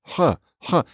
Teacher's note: If you notice, that is what we might think of as the French R. You might do what we call a uvular sound, where you're way back there